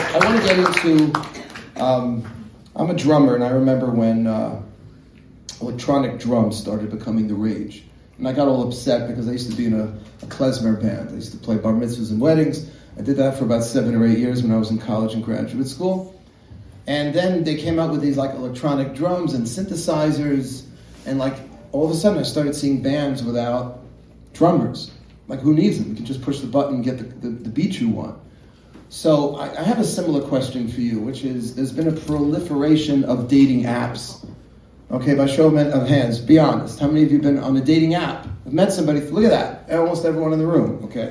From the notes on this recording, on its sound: A live studio audience. A live Q.